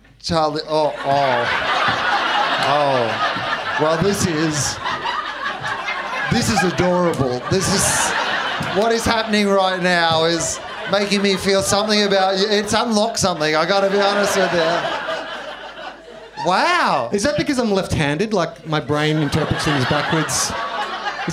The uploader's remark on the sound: Live in Melb. Deliver a second show to another sold out crowd. Recorded at Basement Comedy Club on Exhibition St, Melbourne.